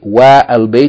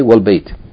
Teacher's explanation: You're not going to pronounce that Aleph or its vowel Fatha. · Shown in: second take · Okay, so please pay attention to this, that Al in Al Bayt, the A is pronounced, but if there's a word before it, that A is not going to be pronounced. · note that the A in the Aleph Lam is pronounced only when it is not preceded by another word